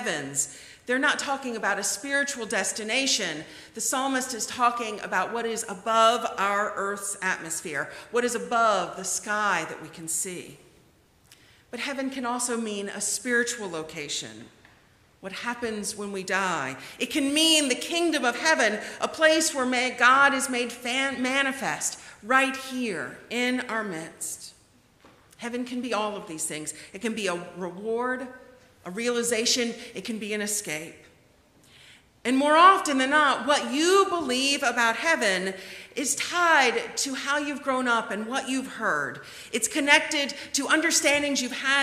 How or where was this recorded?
large echoing room